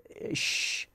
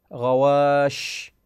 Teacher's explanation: حينما نلفظ هذا الحرف يكون هناك نشر للصوت ونشر للهواء والنفس داخل الفم